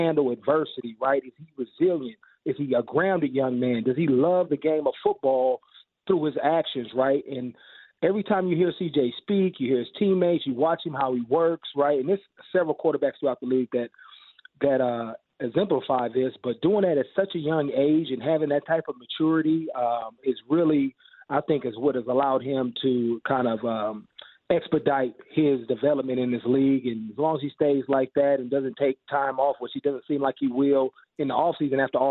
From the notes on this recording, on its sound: Calls In Live From The Slopes